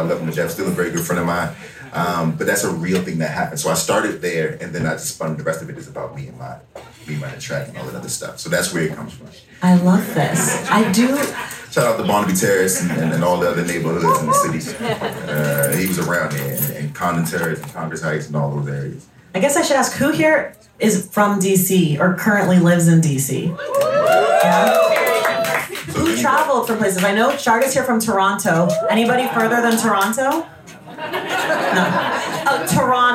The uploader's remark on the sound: This Unabridged episode features audio from our Washington DC stop of The Stacks Tour.